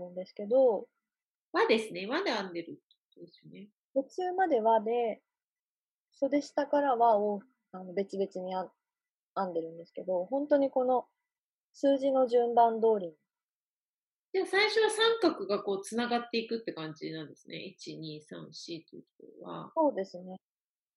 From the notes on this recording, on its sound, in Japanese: 初のリモート録音でお聞き苦しいところもあるかと思いますが